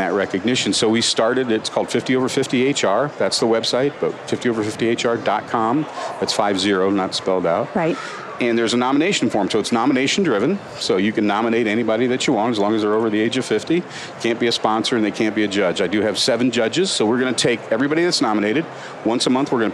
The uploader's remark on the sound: LIVE from Las Vegas, at #HRTechConf